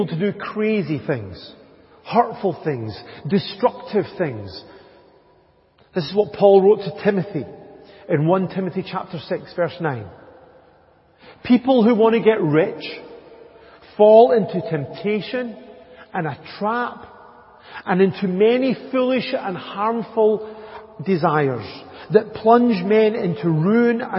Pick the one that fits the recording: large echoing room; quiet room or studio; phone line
large echoing room